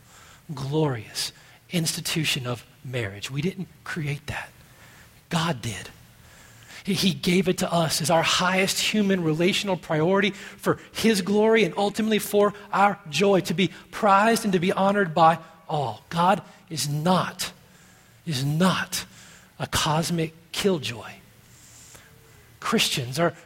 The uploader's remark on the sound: at Redemption Hill Church on Sunday, October 7th, 2012